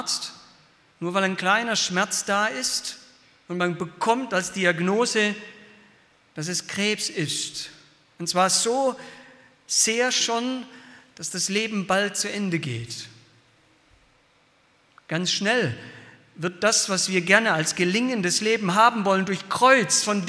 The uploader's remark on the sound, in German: Aus dem Gottesdienst der Liebenzeller Mission.